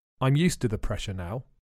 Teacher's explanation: if you're speaking in informal situations, the t can be pronounced d